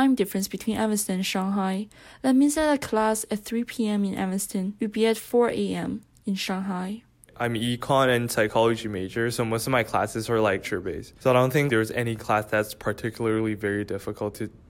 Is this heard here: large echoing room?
no